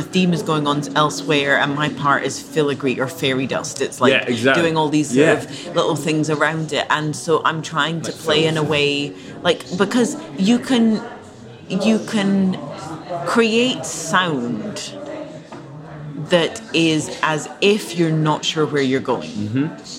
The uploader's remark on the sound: We had a little chat in a hotel lobby in central London. The sound quality isn't amazing this time, I get a little nervous when recording in hotel lobbies as hotels don't always appreciate me doing so. This means I have to record on the 'down-low and just use a little portable recorder...